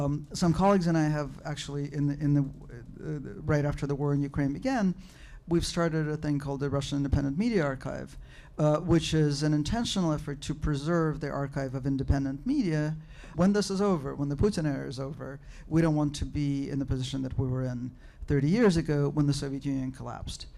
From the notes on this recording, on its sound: taped at the FaultLines conference